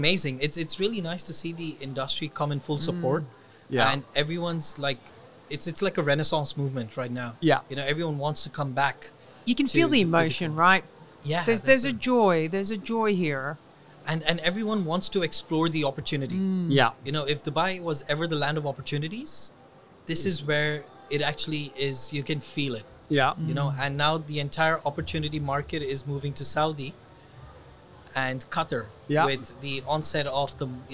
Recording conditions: busy venue